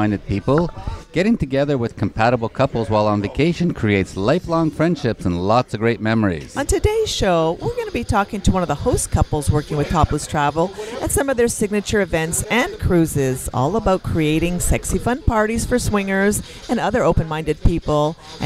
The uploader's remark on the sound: on location from Hedonism II Resort in Jamaica